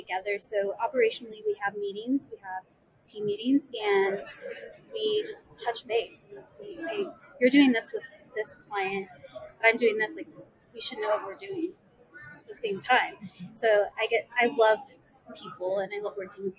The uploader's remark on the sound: Live at the SIIA 2022 Engage Conference.